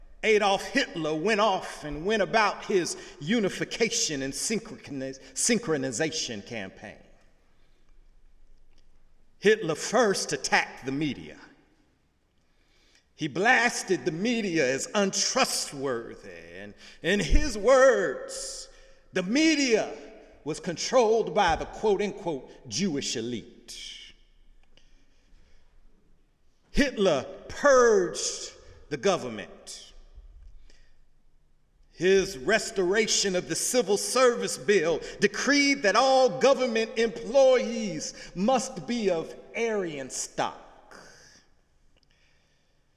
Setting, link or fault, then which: setting, large echoing room